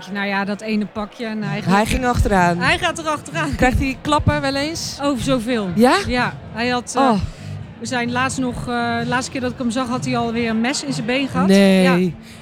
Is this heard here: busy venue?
yes